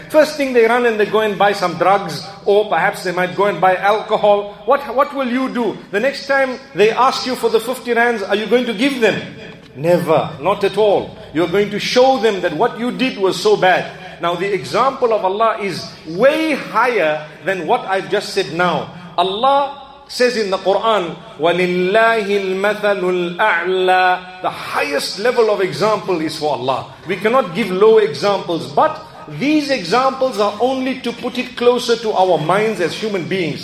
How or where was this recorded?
large echoing room